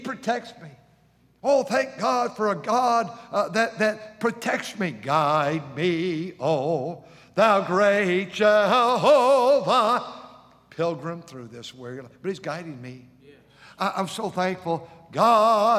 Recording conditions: large echoing room